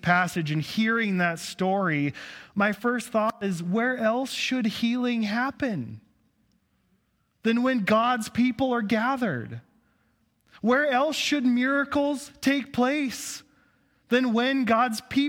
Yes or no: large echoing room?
yes